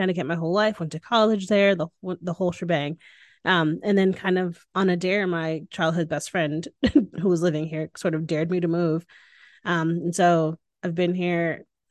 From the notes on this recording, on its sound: This podcast was recorded via Zoom.